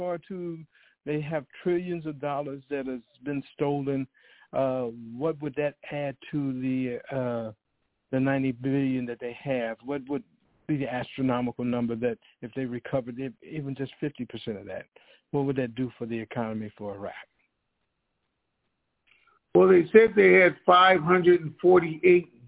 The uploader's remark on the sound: TNTSuperfantastic Conference Call